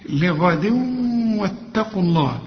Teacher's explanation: هنا بقى تنوين، التنوين كسرتين وبعد واو، والواو من حروف الإدغام، هنا إدغام بغنة